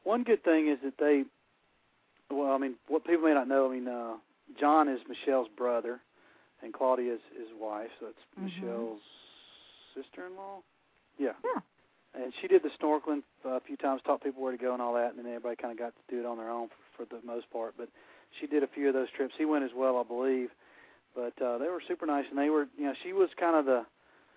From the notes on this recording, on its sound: fans call